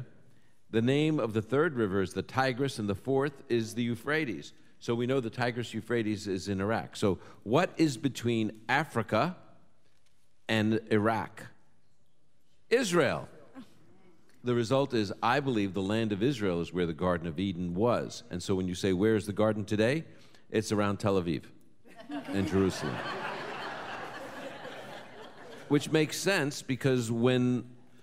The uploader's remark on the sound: Live from Boca Raton, FL. He'll take questions from a live audience.